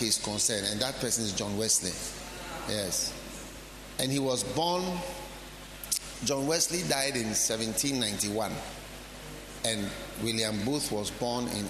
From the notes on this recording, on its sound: Preached at the Healing Jesus Campaign Pastors' Conference in Saboba, Northern Region of Ghana